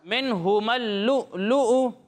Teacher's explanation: یہاں پر حمزہ میں جھٹکا دینا ہے کیونکہ میں نے آپ کو بتایا تھا کہ جب بھی حمزہ ساکن ہو تو اسے جھٹکے کے ساتھ پڑھتے ہیں.